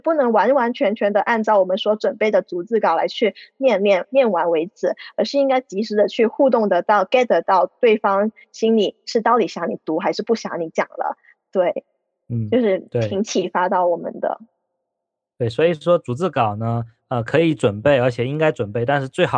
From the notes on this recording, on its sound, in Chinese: 由于深圳疫情关系，本期录制是在线上进行，可能存在录制效果偏差哈。